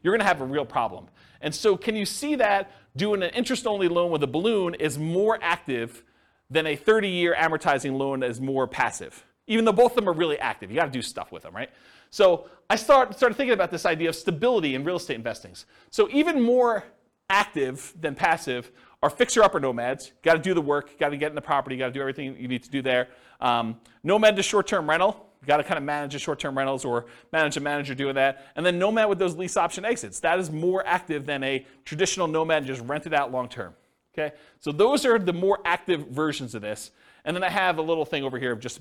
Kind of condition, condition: setting, live audience